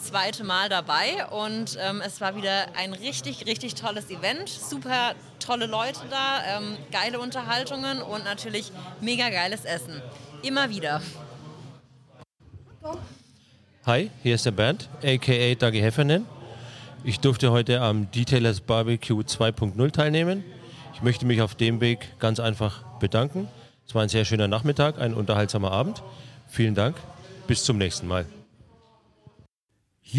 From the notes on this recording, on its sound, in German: Aufgelockert wird diese Episode mit sporadischen Einspielern EURER Stimmen zum Detailers BBQ, die wir im Zuge des Events aufgenommen haben. Wundert Euch also nicht über eine „fremde“ Intro-Stimme!